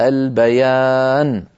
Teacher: إن وقفنا فتحة النون تزول ويصير بدلا منها سكون. هكذا العرب، العرب لا تقف على حرف متحرك بل يقفون بالسكون، لأن الوقف محل الاستراحة، والوقف بالسكون أبلغ في تحصيل هذه الاستراحة.